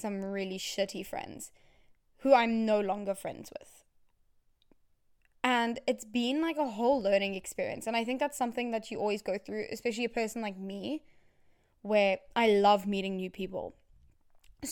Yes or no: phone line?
no